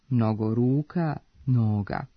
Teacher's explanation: oblici sa nastavkom a sa dugouzlaznim akcentom